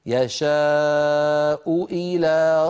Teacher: التقى في النطق همزتان، همزة مضمومة وهمزة مكسورة، فعلينا أن نبين إحداهما من الأخرى هكذا: يشاء إلى صراط إلى، فنبين إحدى اللامين من الأخرى.